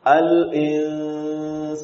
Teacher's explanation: Berarti pada bacaan ikhfa, lisan tidak mengetuk makhraj nun. sebagaimana lisan mengetuk makhrajun nun pada bacaan izhar.